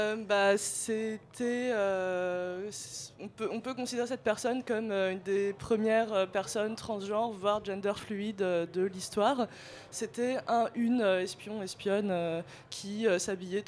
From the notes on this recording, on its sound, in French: Sur le char du Lobby. L'équipe du Lobby a célébré la fierté LGBT+ dans une grande Pride radiophonique...